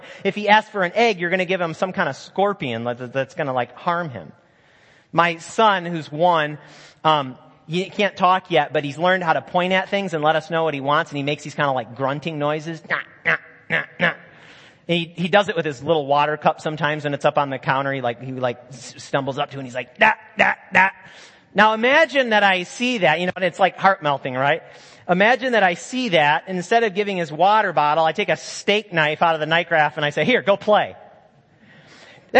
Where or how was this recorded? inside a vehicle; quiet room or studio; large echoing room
large echoing room